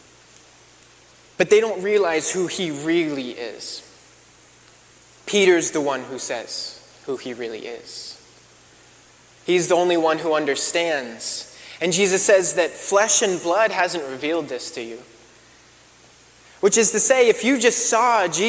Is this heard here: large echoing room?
yes